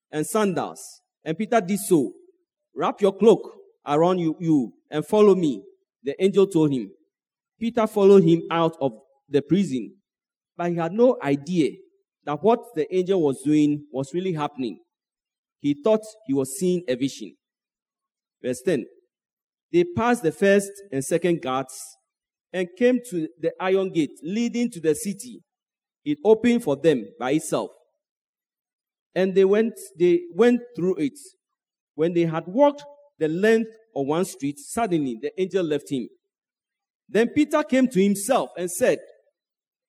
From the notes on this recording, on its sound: Sermon preached at CBC Adabraka Campus